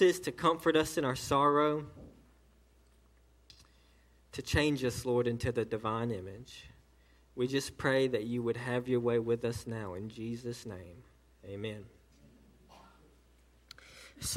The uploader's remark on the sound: A sermon delivered on 5/27/18 during the 11am service to Cottondale Baptist Church in Eastman, GA.